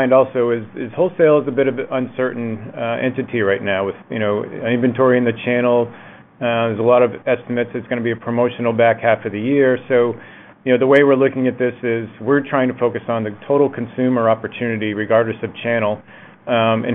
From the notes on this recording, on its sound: Q1 2024 Earnings Conference Call of Deckers Brands.